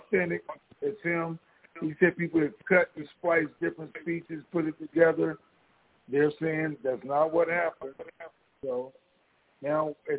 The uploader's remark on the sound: TNTSuperfantastic Conference Call